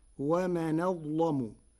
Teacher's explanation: بنقل حركة الهمزة إلى الساكن قبلها وتغليظ اللام فيقولها ومن أظلم، وهي لغة من لغات العرب.